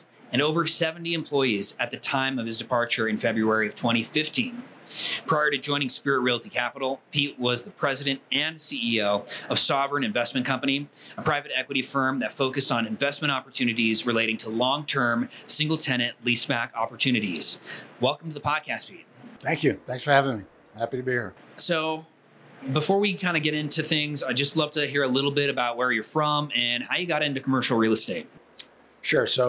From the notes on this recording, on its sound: Live from ICSC ReCon 2023. The Crexi team visited ICSC ReCon LIVE in Las Vegas from the floor of the convention center at the NNN Pro Group’s booth.